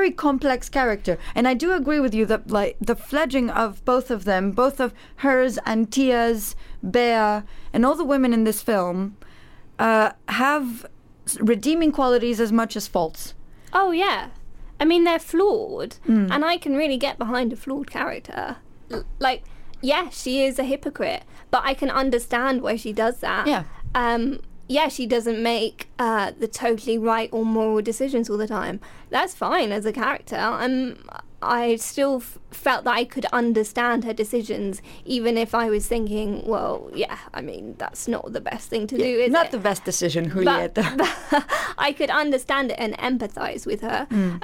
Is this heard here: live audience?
no